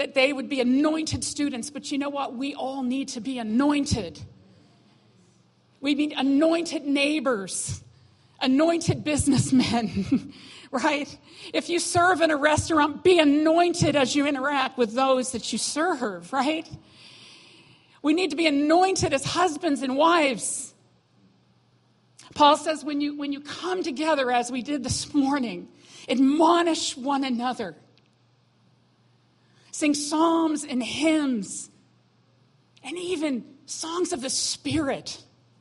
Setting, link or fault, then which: setting, large echoing room